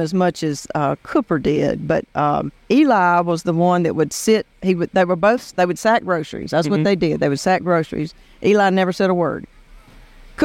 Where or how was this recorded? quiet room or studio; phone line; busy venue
busy venue